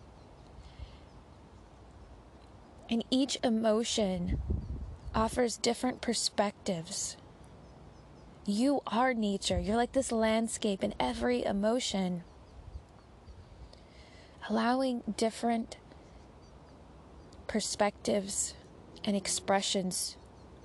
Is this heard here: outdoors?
yes